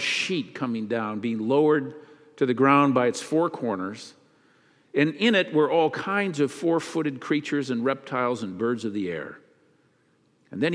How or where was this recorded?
large echoing room